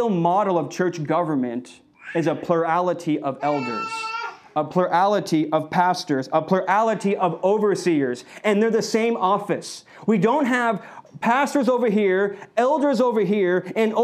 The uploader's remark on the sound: This message was delivered on February 7th, 2021 at Redeemer Community Church.